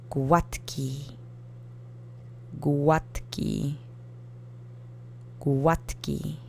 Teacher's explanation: it's spelled with a D, but I've been saying it with a T sound, like a softer T. That's because this is one of the ones that in natural speech you soften some of the harder syllables because you say it quickly or you say it very often.